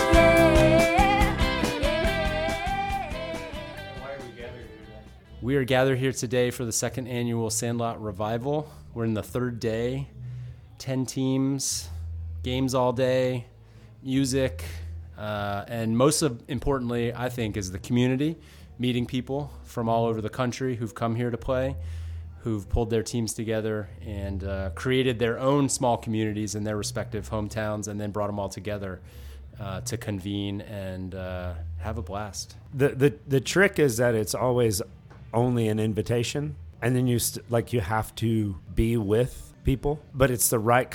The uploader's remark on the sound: An audio montage captured at the 2023 Sandlot Revival in Durham, North Carolina. An audio montage captured at the 2023 Sandlot Revival in Durham, North Carolina.